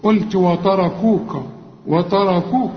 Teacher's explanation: الراء في هذه الكلمة مفخمة فطغت على كل الحروف